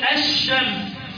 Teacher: بضغم اللام في الشين بقول الشمس · Term: لام شمسيه